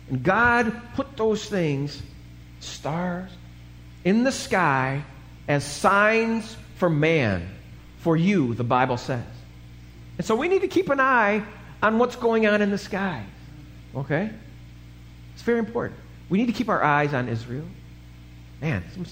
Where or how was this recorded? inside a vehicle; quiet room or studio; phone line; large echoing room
large echoing room